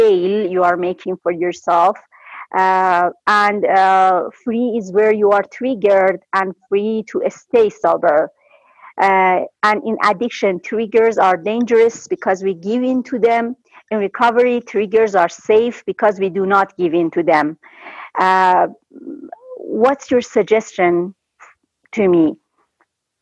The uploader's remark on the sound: took us on a zoom journey